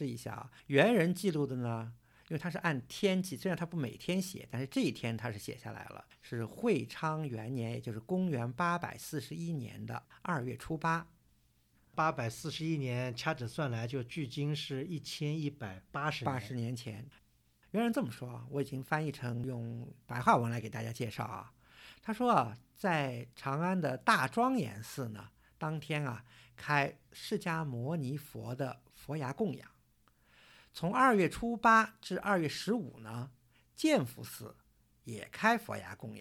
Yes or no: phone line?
no